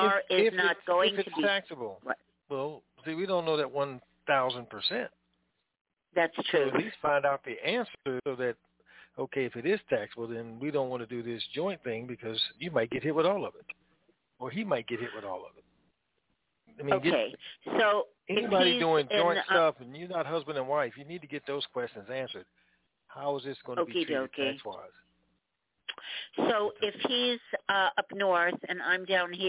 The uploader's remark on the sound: TNTSuperfantastic Conference Call